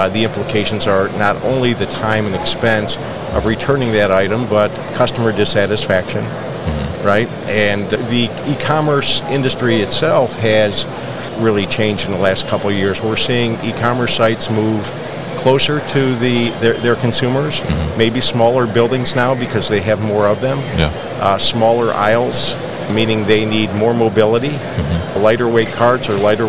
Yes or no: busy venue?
yes